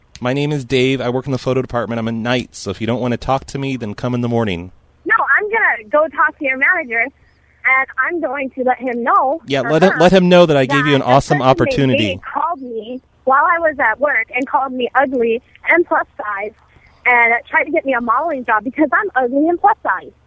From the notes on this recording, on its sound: Prank Phone Calls Collection